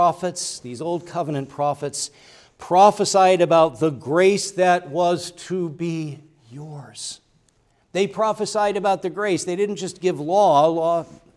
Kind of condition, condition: setting, large echoing room